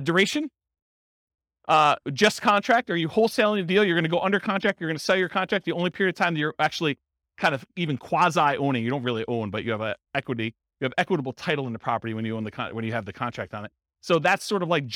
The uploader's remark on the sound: In Vallejo, California. This was a live class recorded. The live in-person version.